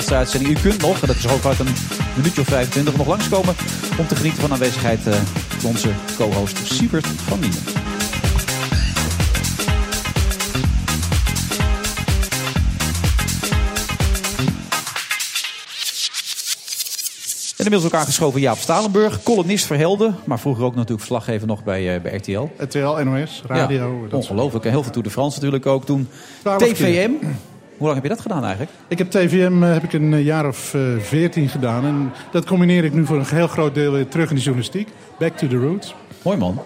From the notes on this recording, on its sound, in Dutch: vanuit de Skylounge van het Double Tree by Hilton Hotel in Amsterdam.